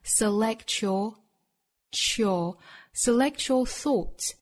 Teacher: Select 和 you 之间也可以发生连读同化，发出一个 ch 的发音